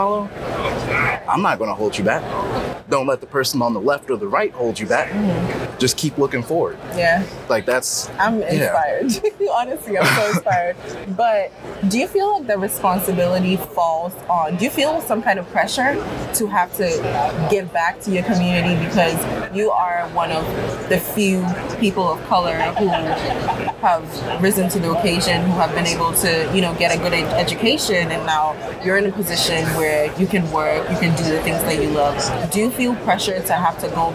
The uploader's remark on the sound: Live at ANTEC® 2022